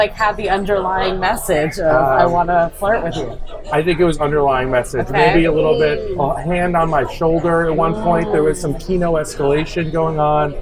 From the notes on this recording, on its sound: LIVE from Mad River in NYC. Live at his bar, Mad River, in the Upper East Side of New York City.